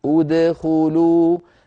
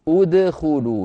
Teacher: لو أردنا أن نبدأ بدخلوا لابد أن نقول ادخلوا بهمزة مضمومة، هي همزة وصل وقعت في أول فعل ثالثه مضموم، من ثالثه حرف الخاء.